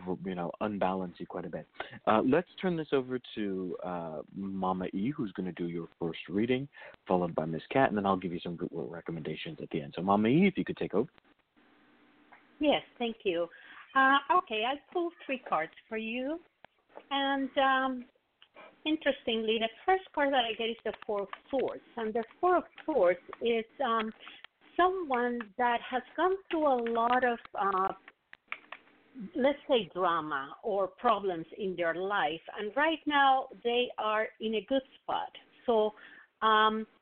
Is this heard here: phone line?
yes